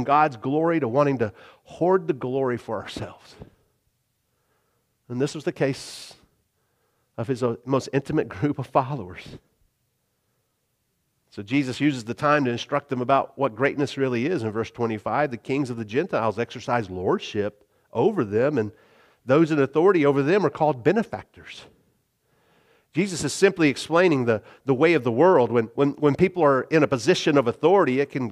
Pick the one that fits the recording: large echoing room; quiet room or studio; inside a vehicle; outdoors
large echoing room